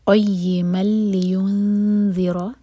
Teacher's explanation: میم کی تنوین کے بعد لام، ادغام بغیر غنہ کا